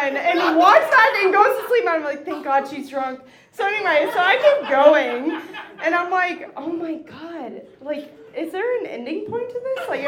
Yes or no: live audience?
yes